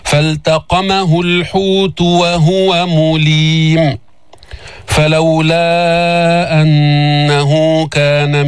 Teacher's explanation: أنه في مد صلة صغرى هنا، هذه هاء الضمير قبل حركة حرف متحرك وبعدها كمان حرف متحرك، فمديناها حركتين. ما قلنا فلولا أنه كان، فلولا أنه كان حركتين، تعطيها حقها.